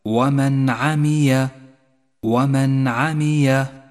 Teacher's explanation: المثال التالي: حكم الإظهار في قوله تعالى ومن عمي، جاءت النون الساكنة وبعدها حرف العين، وهو حرف من حروف الإظهار، والواجب هنا أن تظهر النون الساكنة وأن يظهر حرف العين من دون غنة أو تشديد، أي هكذا: ومن عمي.